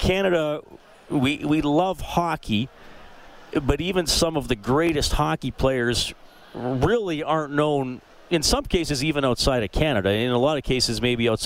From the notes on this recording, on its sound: live at West Edmonton Mall for the Oilers Open Practice and Autograph Session.